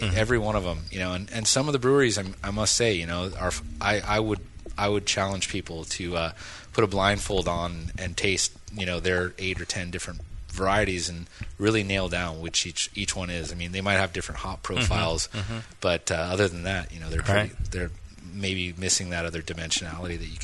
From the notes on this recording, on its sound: Brew Strong: Live from White Labs. Broadcast live from the all new White Labs facility during the Craft Brewers Conference.